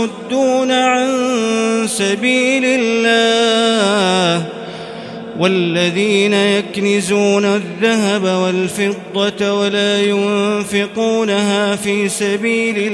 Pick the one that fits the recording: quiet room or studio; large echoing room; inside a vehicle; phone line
large echoing room